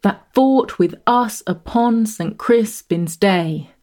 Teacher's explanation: This final line of the speech, like the three lines before it, is in perfect iambic pentameter. · The regular rhythm, pushing smoothly ahead to end on a stressed syllable, day, lends a sound of confidence and credibility to Henry's words.